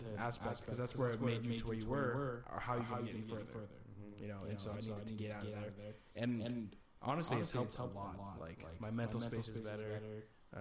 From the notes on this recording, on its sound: We know the audio really sucks, we got it dialed in afterwards.